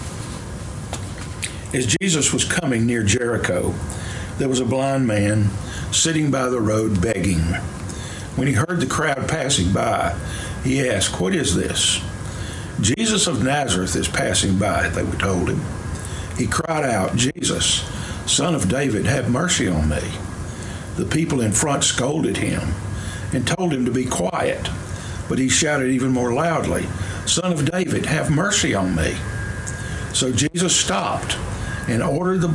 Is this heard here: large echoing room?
yes